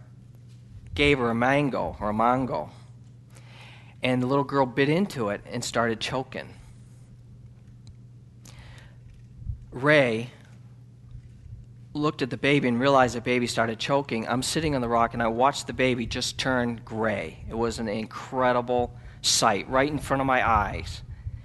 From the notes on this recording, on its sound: Sermon was recorded October 13, 2009 at Northside Baptist Church of Elkhart, Indiana